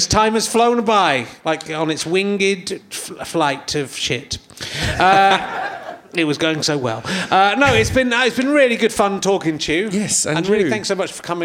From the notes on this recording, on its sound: chats with the audience in his usual unpleasant manner